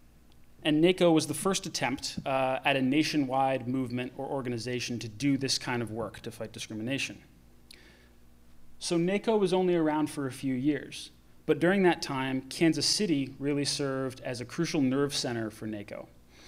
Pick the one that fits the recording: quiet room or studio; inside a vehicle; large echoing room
large echoing room